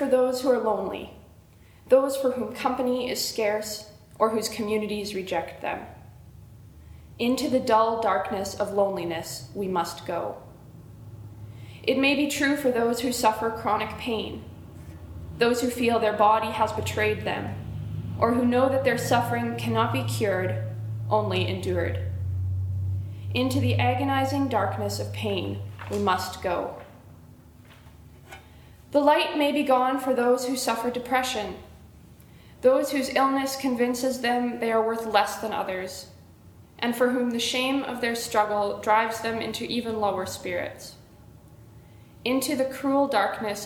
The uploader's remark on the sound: originally preached at the Canadian Mennonite University on March 28, 2017